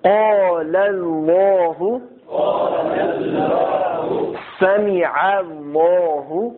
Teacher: اللہ سے پہلے زبر یا پیش ہو تو لفظ اللہ کے لام کو پر پڑیں گے